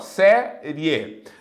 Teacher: Lembrando que existem encontros vocálicos na língua portuguesa e nós chamamos de ditongo quando duas vogais, na verdade uma vogal e uma semivogal, se encontram na mesma sílaba, certo? Ele é um ditongo crescente quando primeiro vem a semivogal e depois a vogal